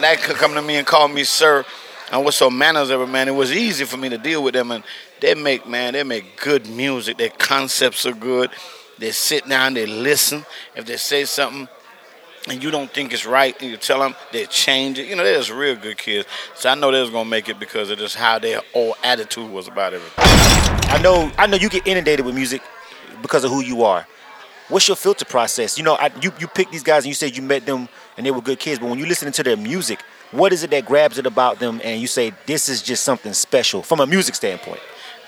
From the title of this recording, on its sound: Live at Cool Amerika "…" Listening Party